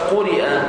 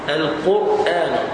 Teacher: وإذا قرئ القرآن فخم الراء في الكلمتين. الكلمة الأولى قرئ مكسورة مرققة. القرآن فخم.